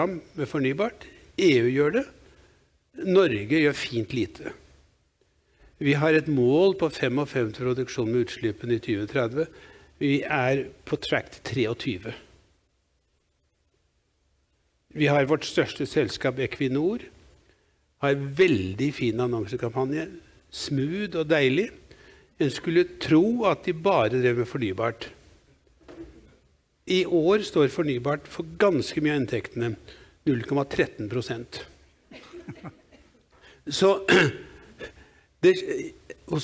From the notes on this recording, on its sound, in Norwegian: Dette er et opptak fra en LIVE-podkast